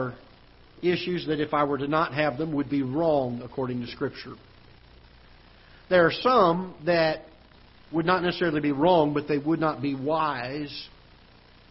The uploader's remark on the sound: Ketha Heights Baptist Church ~ Live Broadcast.